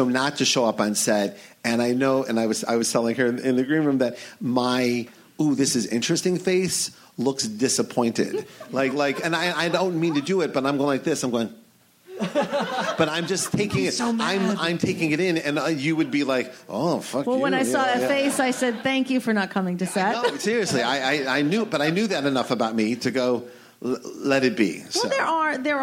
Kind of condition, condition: setting, busy venue